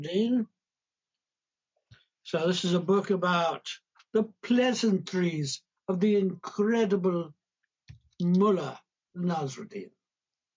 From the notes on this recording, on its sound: Live discussion from 13 February, 2022 on Zoom.